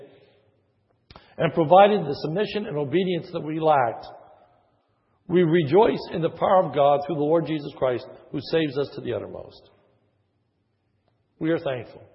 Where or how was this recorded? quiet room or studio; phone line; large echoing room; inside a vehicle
large echoing room